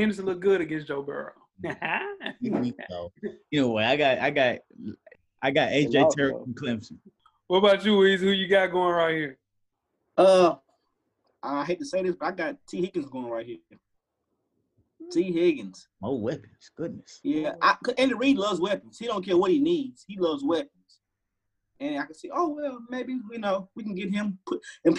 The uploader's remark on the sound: our first virtual episode of the quarantine